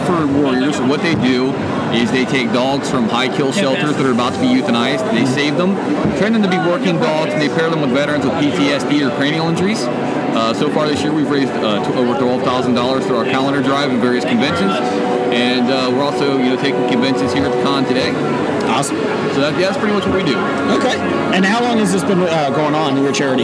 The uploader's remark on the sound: recorded at the 2017 Cincinnati Comic Expo